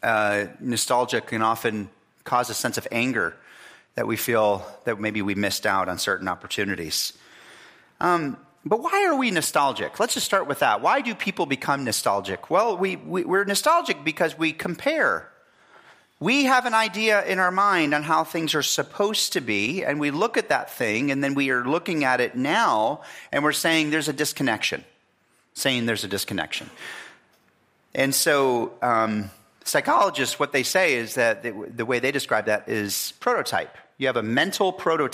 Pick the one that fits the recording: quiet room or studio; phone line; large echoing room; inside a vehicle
large echoing room